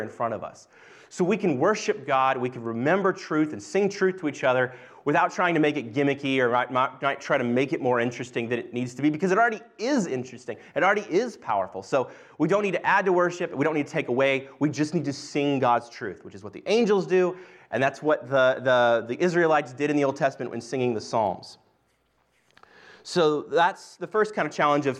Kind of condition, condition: setting, large echoing room